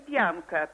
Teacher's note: В обоих словах согласный «пи» мягкий